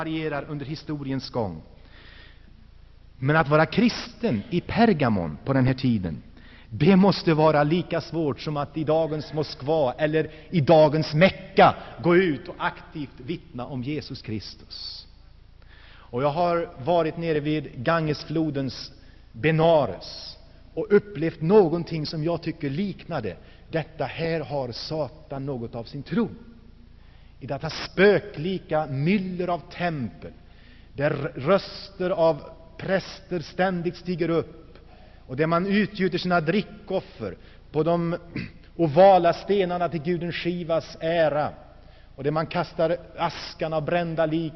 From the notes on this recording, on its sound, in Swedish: Inspelad i Saronkyrkan, G&#154;teborg 1984-11-04